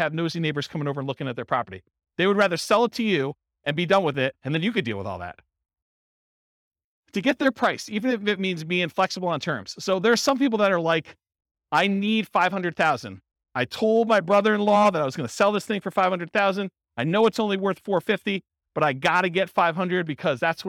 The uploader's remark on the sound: This was a live class recorded. In Portland, Maine.